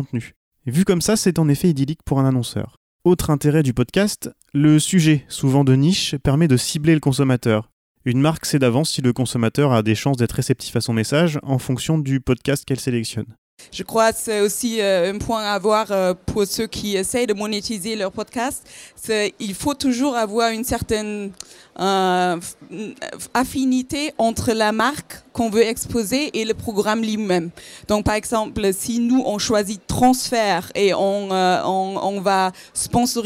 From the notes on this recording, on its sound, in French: Table Ronde Audible au Salon du Livre de Paris 2018